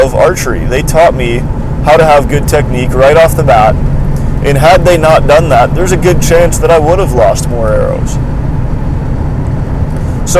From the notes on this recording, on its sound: I do apologize for this being another episode recorded in my car, which makes it tougher to control audio and production quality.